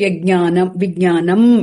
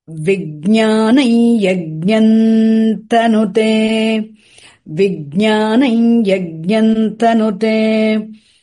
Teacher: yakara following the nasal sound also gets nasalized · Shown in: second take · so you don't say yajnanam vijnanam when you're chanting.